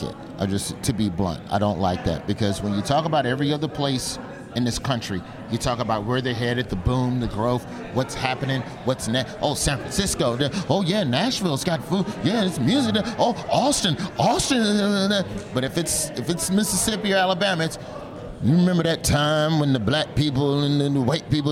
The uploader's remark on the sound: Live from SXSW and the site of The Donald J.